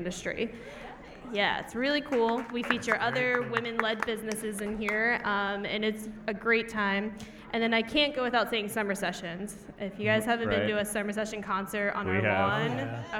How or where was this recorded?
busy venue